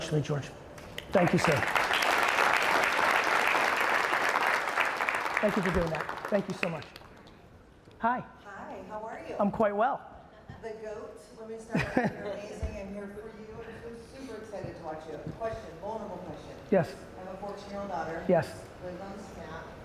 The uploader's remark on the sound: the Q&A portion of my keynote I gave in Naples, Florida at the Hall of Aime event